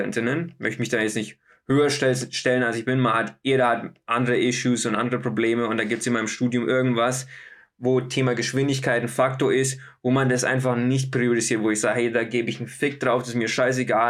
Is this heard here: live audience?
no